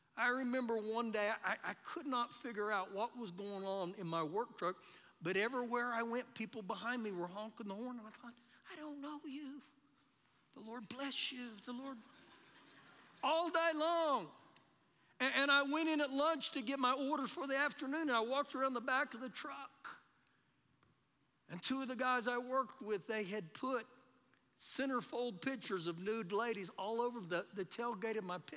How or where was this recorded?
large echoing room